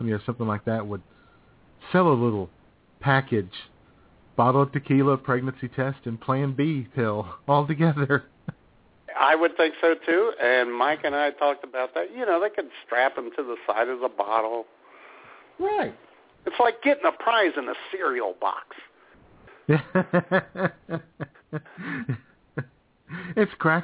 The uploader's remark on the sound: taking your phone calls